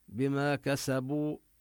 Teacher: هنا الميم تخفى عند الباء يعني نظهر الغنة، بما كسبوا، نمد مدا طبيعيا الألف بما والواو بكسبوا، لعجل